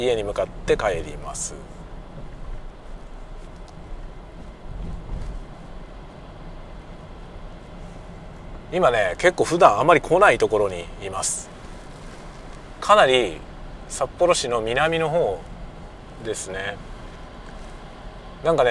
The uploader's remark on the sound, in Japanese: ドライブ雑談 講演の帰り道。運転しながら雑談。出先の学校から自宅へのドライブ。